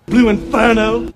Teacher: Southern English accents are non-rhotic. You leave the R sound out after a vowel in a word like inferno.